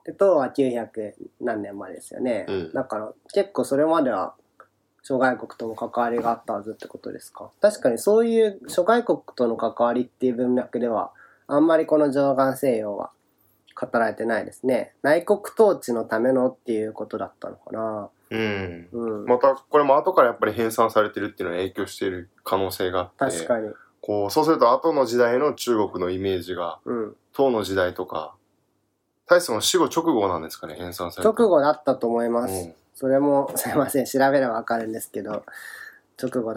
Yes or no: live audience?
no